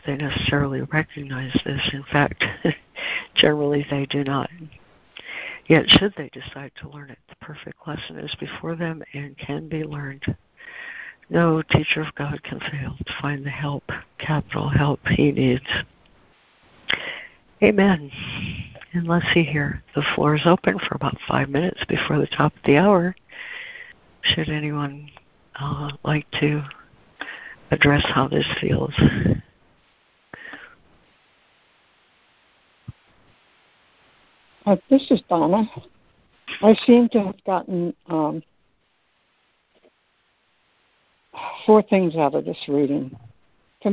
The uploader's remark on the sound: ACIM Daily Conference Call.